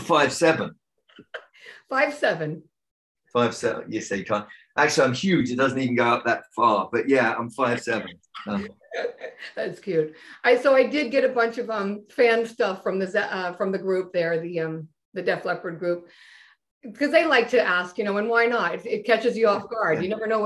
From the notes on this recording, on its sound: on a video zoom chat